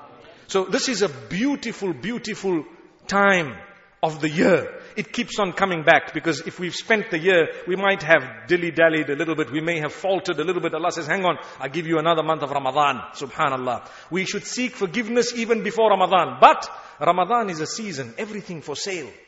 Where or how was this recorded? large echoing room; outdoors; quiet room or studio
large echoing room